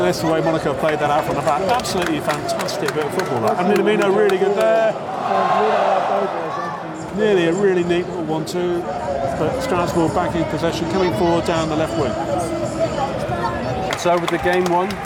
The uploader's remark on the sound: was recorded at the Stade Louis II on Sunday 20 August, 2023